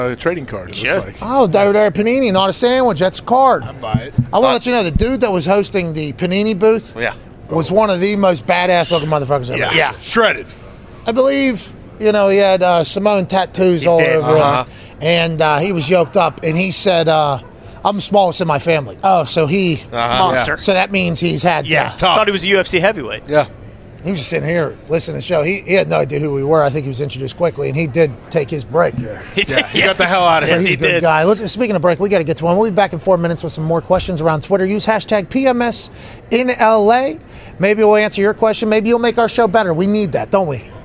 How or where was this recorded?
busy venue